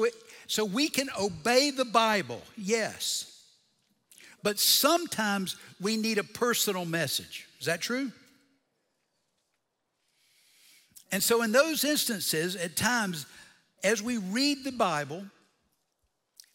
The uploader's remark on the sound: Recorded Live at Brookwood Church.